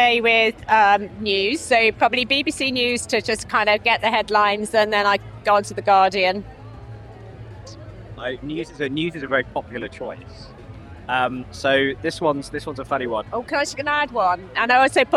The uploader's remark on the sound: Headed out of the studio to ask industry stakeholders their ‘Meaningful Media Fast Five.’. Recorded during the Cannes Lions International Festival of Creativity 2022.